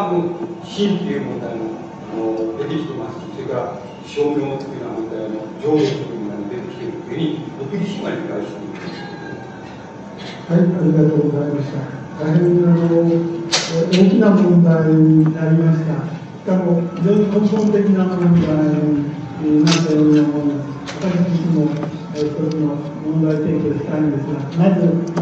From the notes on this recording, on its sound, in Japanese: 音質：２。場所：上智大学 521番教室。連続講演会における最終日の講演。声が若干遠く聞こえ、 ところどころノイズが入っており 背景に会場周辺の音楽が聞こえる。討論部分は途中でテープが切れる。